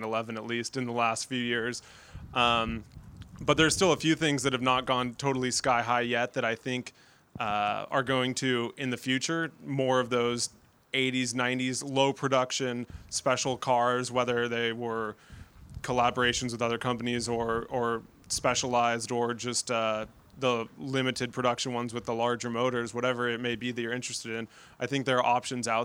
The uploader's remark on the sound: This special ‘al fresco’ episode of the podcast. Recorded at Hampton Court Palace at the annual Concours of Elegance car show.